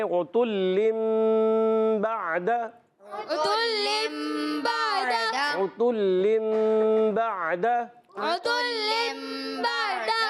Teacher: نون ساکن تنوین کو میم سے بدل کر اخفاء کر کے پڑھتے ہیں، مگر ہم مکمل بدلیں گے، زیادہ اچھا ہے. · بعد میں با کو عین سے ملائیں گے، عین کلیئر کریں گے حلق کے درمیان والے حصے سے. با پر زبر ہے، دال پر زبر ہے، حرکات کو بغیر کھینچے بغیر جھٹکا دی معروف ادا کرتے ہیں. · Term: اقلاب